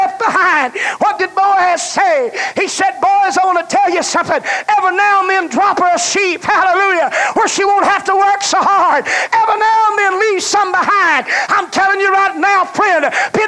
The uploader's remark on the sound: The message was preached at First Apostolic Church in North Vernon, Indiana, November of 1989